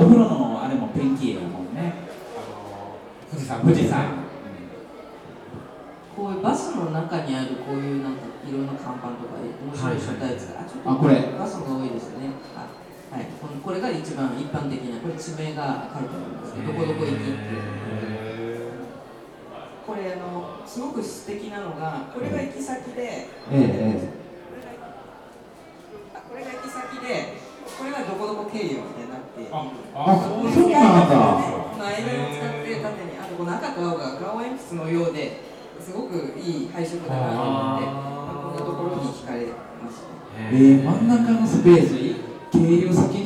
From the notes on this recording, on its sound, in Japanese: 今回も特別編として、2018年春に開催された、文具と紙と暮らし市での、ホジラジ公開収録の模様をお届けします。